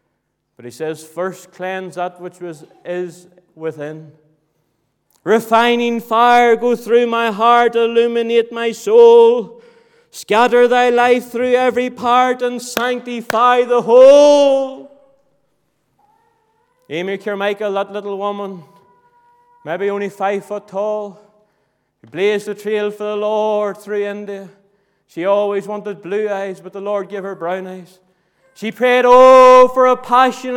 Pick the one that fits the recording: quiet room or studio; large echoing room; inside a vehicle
large echoing room